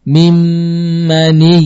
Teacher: nun hilang, zat dan sifatnya, muncul mim tasydid ya, dengan gunnah yang tentunya juga disempurnakan · Term: idghamnya sempurna